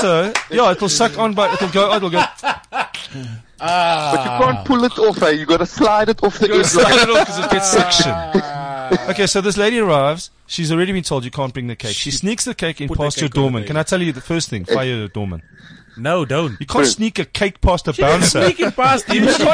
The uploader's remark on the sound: The entire JUSTNOW team are at a beer festival in Benoni to break a world record for Beer Pong. We get to mingle with our 'podfans' in person.